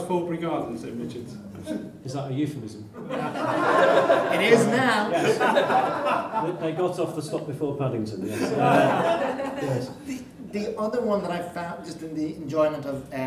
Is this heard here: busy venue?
yes